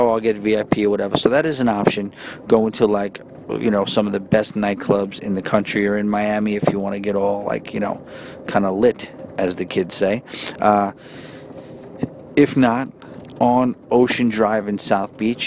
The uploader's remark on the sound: records a quick episode from the train